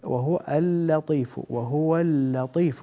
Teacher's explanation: وهو اللطيف، نرقق اللام، لا نقول اللطيف